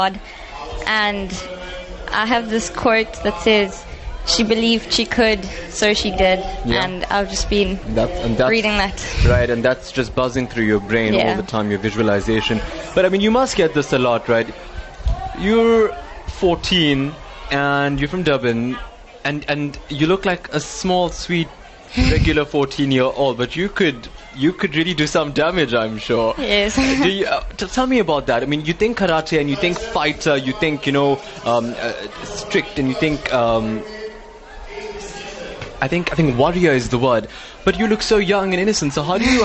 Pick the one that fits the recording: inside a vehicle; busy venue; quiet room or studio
busy venue